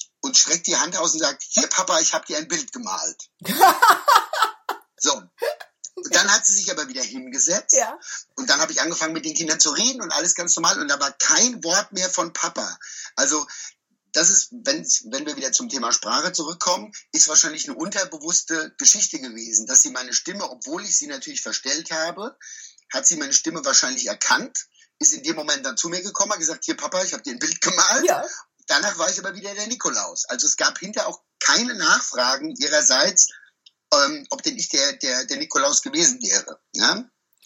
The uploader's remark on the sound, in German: Über Skype und mit deutlich mangelndem Internetz aufgezeichnet. Bitte verzeih uns die wirklich etwas anstrengende Qualität dieses Podcasts.